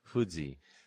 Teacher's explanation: it's less lip rounding. It's a spread oo